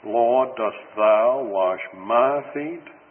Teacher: there's a great deal of stress on these pronouns, and one can only, in English, indicate it by rising intonation of the voice